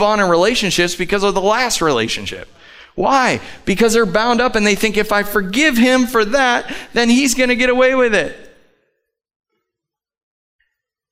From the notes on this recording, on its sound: Live from The Summit Church in Dover, OH